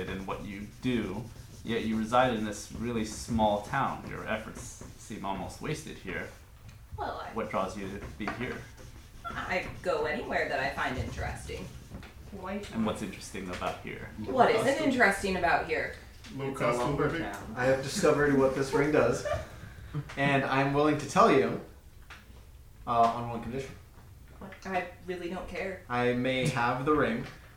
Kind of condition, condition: fault, background noise